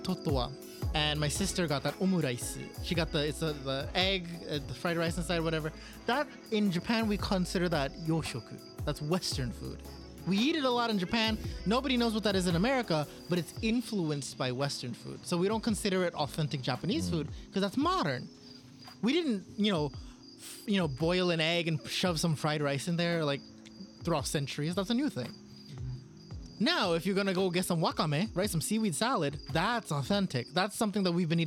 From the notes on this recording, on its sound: sorry for the noise, we had to record outside for this episode